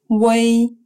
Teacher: произносится как сочетание русских звуков «уэй», только слитно и с ударением на «э», которое произносится очень коротко.